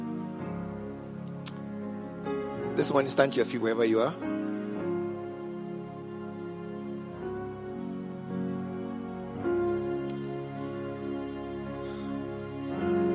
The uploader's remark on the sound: Preached at the True Vine Cathedral, Bantama